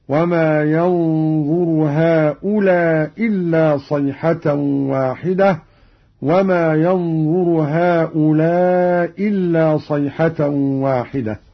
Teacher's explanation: قرأ قالون بإسقاط الهمزة الأولى مع القصر والمد